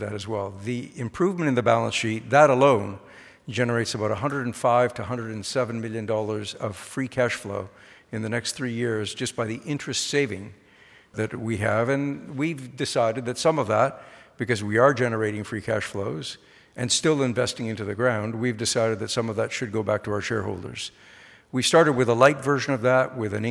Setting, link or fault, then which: setting, busy venue